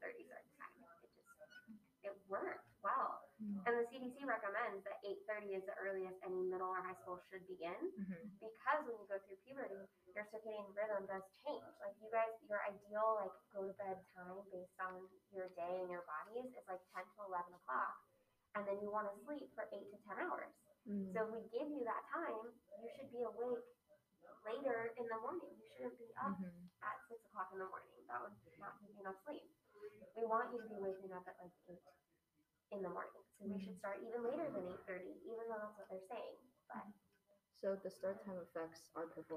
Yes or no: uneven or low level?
yes